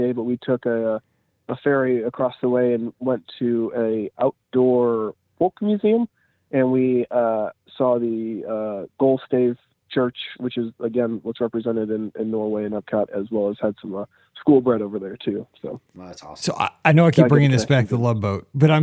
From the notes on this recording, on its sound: This is the Live Call-in Show from this past Sunday night, August 13, 2023!